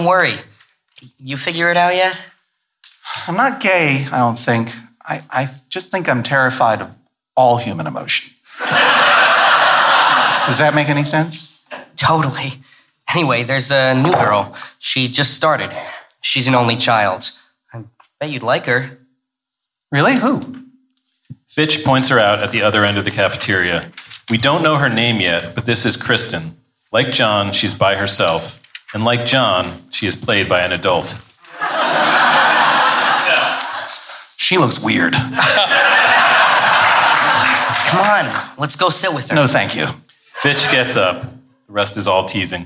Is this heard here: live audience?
yes